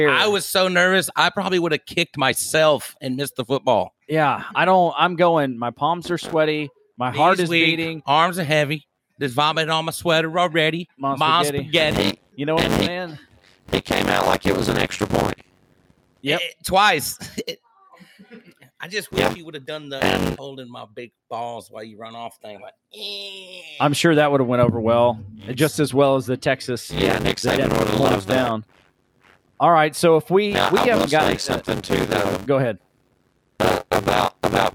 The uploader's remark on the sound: Be ready this episode has lots of technical issues we are going to work really hard to overcome from here on out.